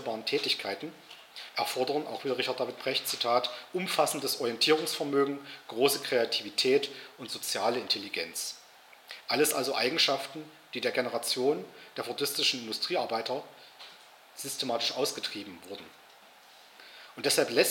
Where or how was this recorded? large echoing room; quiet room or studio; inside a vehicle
large echoing room